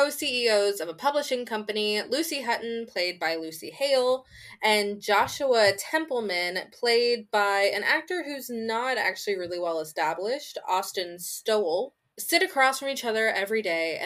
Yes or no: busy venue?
no